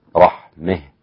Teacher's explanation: وأمال الكسائي إذا وقف عليها رحمه هكذا